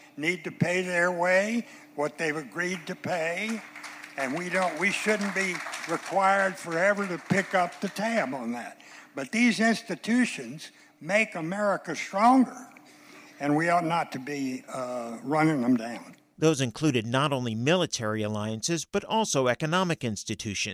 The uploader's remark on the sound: The two addressed an audience at Rice University’s Baker Institute.